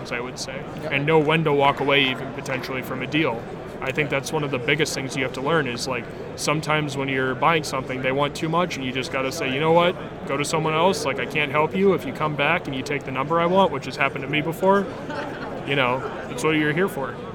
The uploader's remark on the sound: Live from GP Phoenix